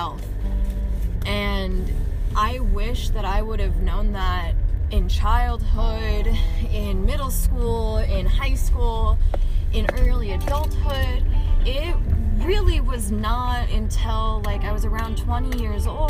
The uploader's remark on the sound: Headphones warning this is a car convo and it might get a little loud sorry about that